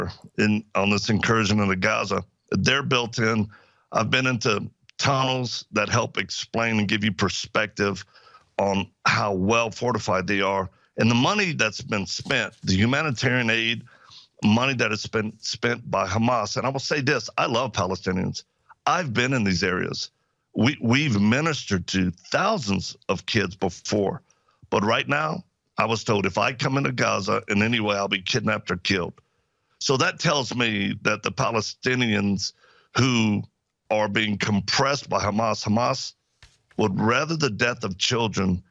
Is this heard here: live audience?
no